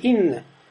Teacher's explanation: Давишь на нун и произносишь двойной нун посредством одного толчка в речевом аппарате.